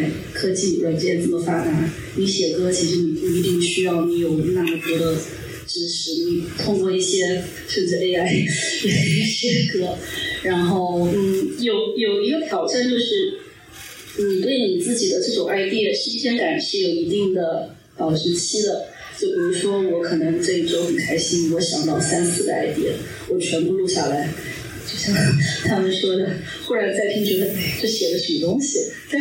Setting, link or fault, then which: setting, busy venue